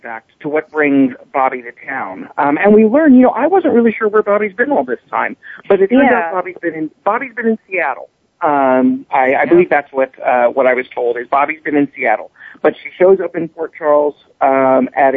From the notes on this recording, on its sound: Soap Central Live is, as the name implies, broadcast live every week. Opens the phone lines to fans.